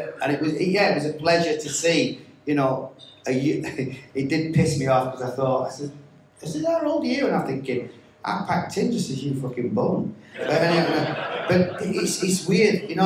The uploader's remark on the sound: NUFC Matters Live 2623 Grand Hotel Newcastle